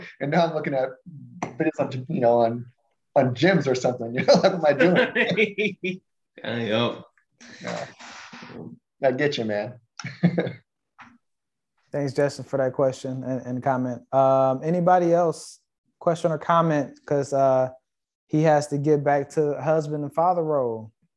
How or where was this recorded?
video call